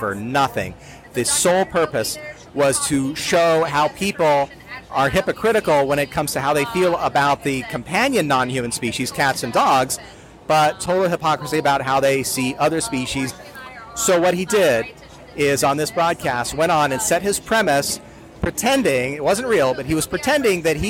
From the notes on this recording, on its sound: LIVE recording at the Triangle Veg Fest 2022.